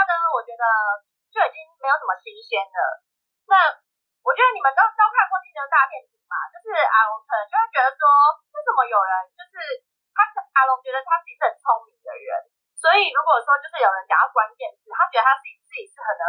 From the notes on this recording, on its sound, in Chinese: 本集第一次遠端錄音音質集差